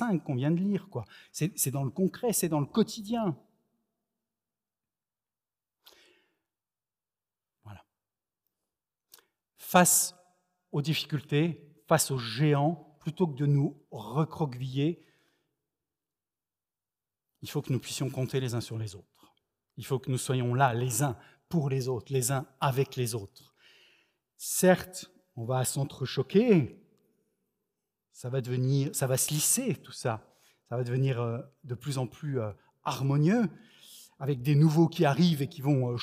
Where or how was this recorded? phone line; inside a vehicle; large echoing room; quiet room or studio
large echoing room